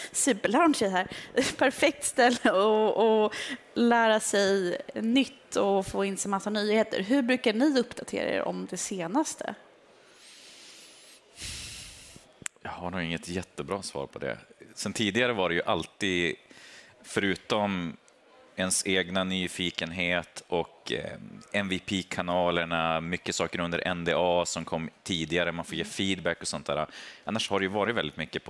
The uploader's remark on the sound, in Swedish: Live från Teamsdagen